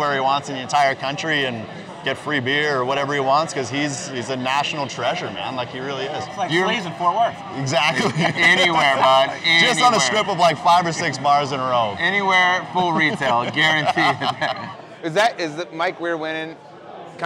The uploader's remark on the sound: Live from Savannah Brewing Co. In Augusta.